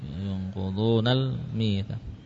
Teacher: Alifnya bukan hamzah ya. Langsung dilompati.